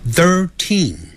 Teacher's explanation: 那个 teen 要重读，也就是读出来的时候声音比较重一点